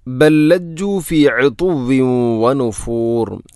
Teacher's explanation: ഒന്നാമത്തെ ലാമിന് രണ്ടാമത്തെ ലാമിലേക്ക് ഇദ്ഗാം ചെയ്യുന്നു, കൂട്ടി ലയിപ്പിച്ച് ഒതുന്നു.